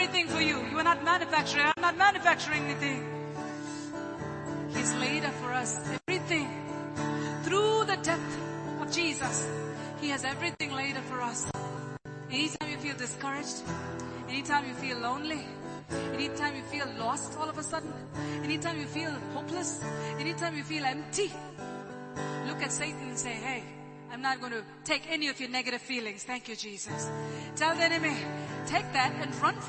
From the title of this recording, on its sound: Sunday Service (Live Streaming Audio)